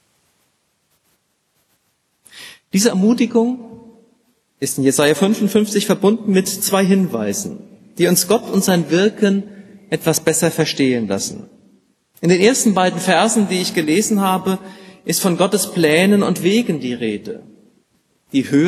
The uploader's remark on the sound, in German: Gottesdienst mit der Lippischen Bibelgesellschaft